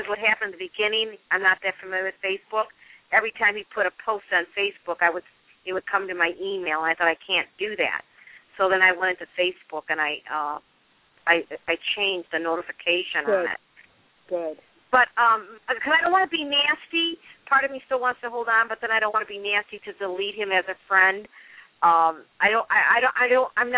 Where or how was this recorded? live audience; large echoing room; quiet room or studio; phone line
phone line